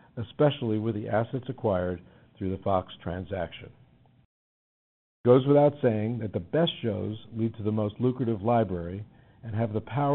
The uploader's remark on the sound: Q1 FY2023 Earnings Conference Call.